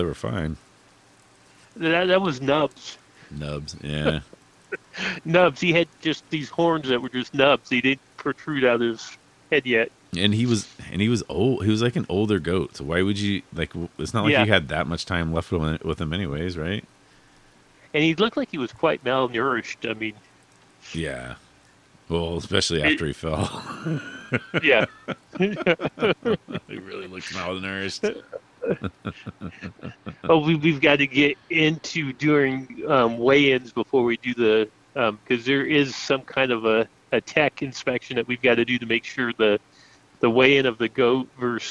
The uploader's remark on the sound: Living on the Ledge LIVE on the side of the Oxnard tower in the rain storm.